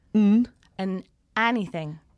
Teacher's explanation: just say it like n. No D.